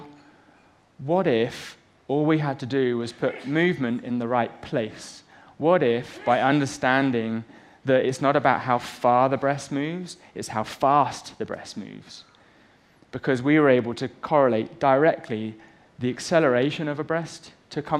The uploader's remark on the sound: on stage at #BoFVOICES